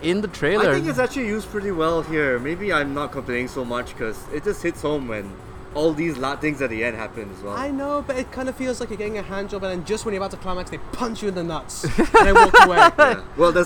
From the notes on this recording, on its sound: This episode was recorded live during a thunderstorm from the carpark of the cinema so apologies for the sound quality.